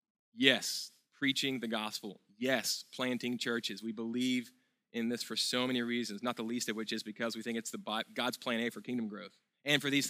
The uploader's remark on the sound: at Sojourn Galleria Church